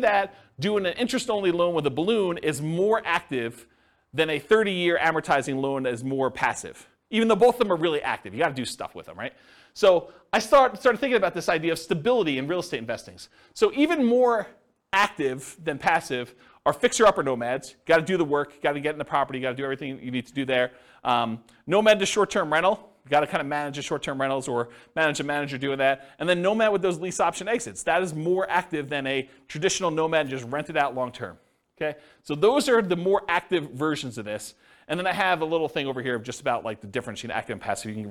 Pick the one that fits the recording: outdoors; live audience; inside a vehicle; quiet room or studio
live audience